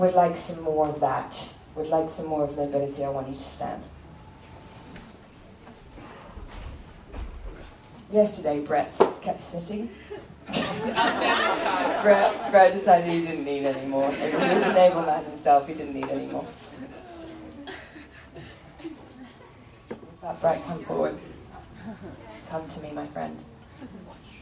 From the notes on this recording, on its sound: A talk recorded live in front of students at Bethel Church in Redding, CA.